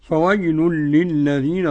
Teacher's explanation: ده إدغام بغير غنة